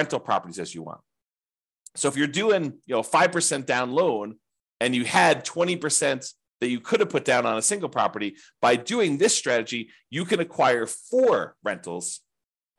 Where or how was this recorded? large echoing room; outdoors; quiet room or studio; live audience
quiet room or studio